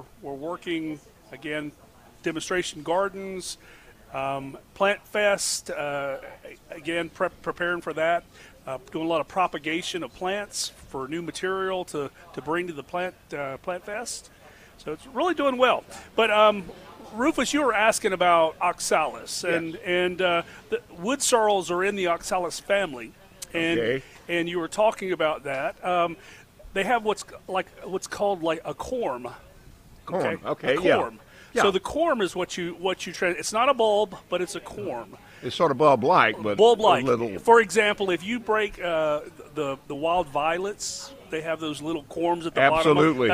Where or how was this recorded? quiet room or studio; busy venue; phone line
busy venue